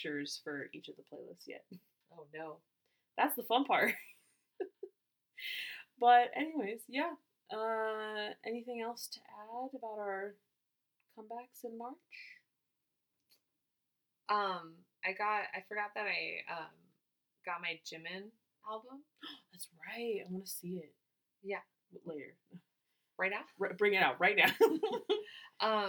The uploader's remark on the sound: our audio was recorded weird so our audio quality is not the best